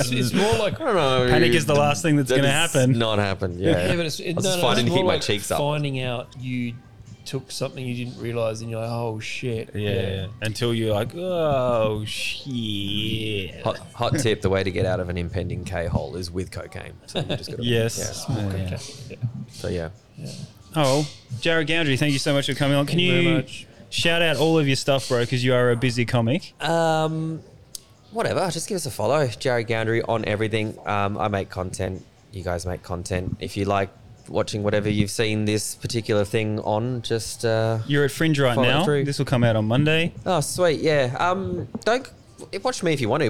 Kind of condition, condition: setting, busy venue